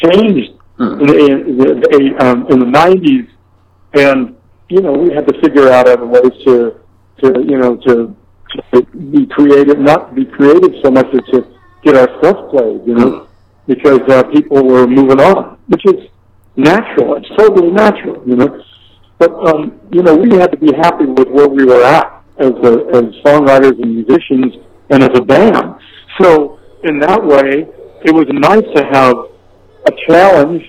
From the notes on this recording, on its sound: on the phone for a chat